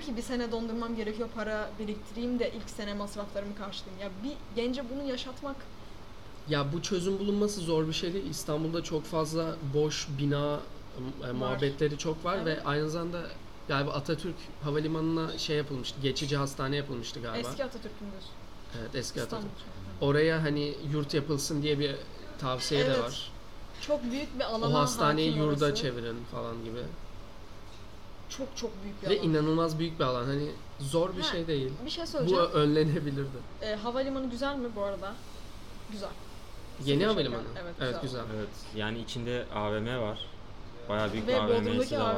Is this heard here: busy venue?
yes